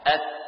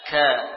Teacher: Di depan makhraj qaf sudah mendekati bagian tengah lidah. Qaf paling pangkal, kaf ya masih pangkal juga namun sudah mendekati bagian tengah.